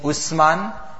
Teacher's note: So if a person says Usman, then you're reciting a sin. That's a whistling sound, incorrect.